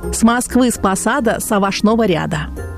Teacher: аканье, то есть употребление звука «а» на месте неударных «а» и «о»